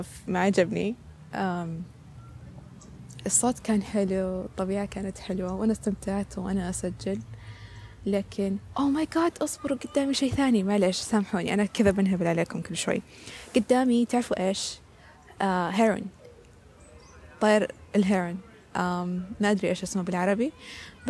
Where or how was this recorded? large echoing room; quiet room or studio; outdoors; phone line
outdoors